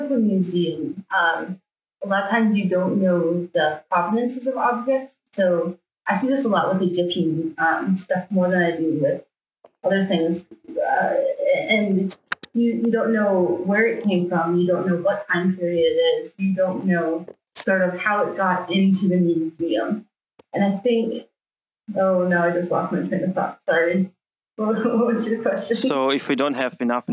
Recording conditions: poor sound quality